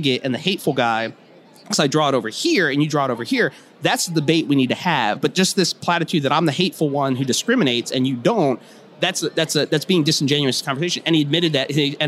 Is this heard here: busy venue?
yes